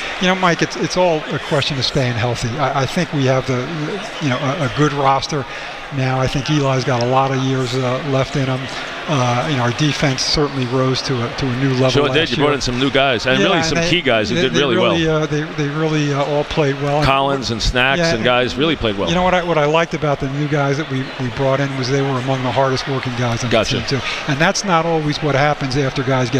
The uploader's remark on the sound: Opens his show live at Grand Central Terminal while celebrating WFAN's 30th anniversary.